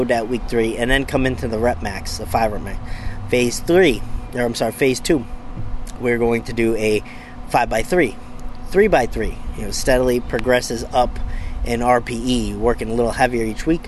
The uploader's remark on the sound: Bench Talk LIVE: Out by the BBQ Pit!